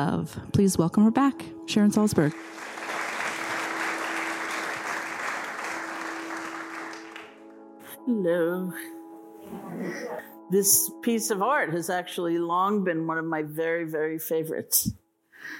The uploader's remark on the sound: The Rubin Museum of Art presents a weekly meditation session led by a prominent meditation teacher from the New York area. This podcast is recorded in front of a live audience, and includes an opening talk, and a 20-minute sitting session.